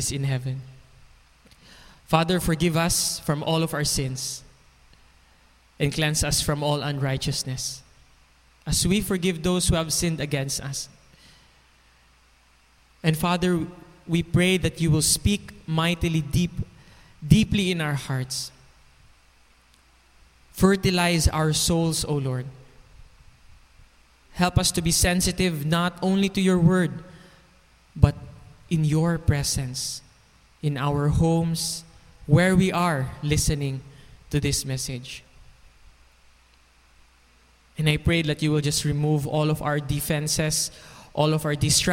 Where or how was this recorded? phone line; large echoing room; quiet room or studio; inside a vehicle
large echoing room